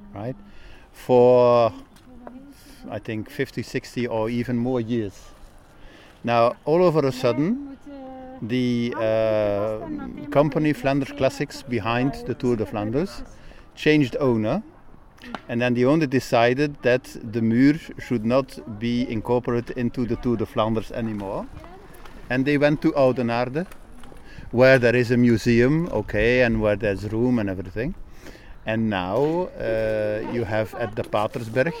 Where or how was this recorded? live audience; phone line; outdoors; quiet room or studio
outdoors